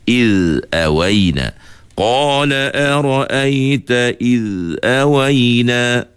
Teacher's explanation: Pastikan huruf zal ni jangan ada timbul qalqalah. Tapi di masa yang sama, huruf zal juga kita tidak boleh putus suara.